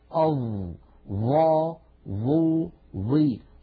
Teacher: الظاء لابد من أن نضع طرف لساننا على أطراف أسناننا العليا هكذا، الطرف على الطرف، طرف اللسان على طرف الأسنان العليا